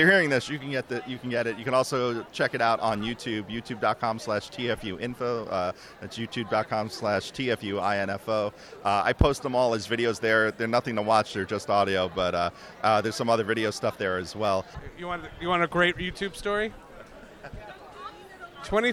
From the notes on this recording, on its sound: Recorded on the convention floor at the 2018 New York Comic Con